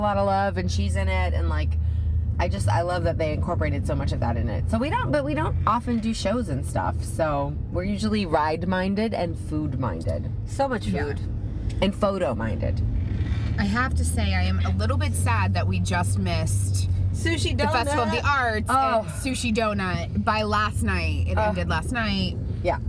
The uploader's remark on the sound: LITERALLY in the car heading to Disney World.